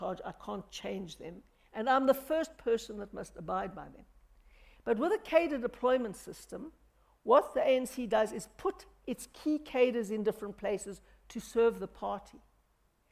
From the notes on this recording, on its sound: The third BizNews Conference in the Drakensberg. Answered questions posed to her by delegates at the conference.